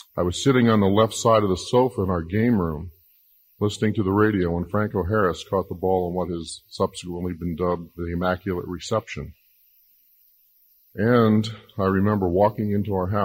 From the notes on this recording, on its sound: Chapel Service on 9/13. Listen in to the recording of Grove City College's Chapel service.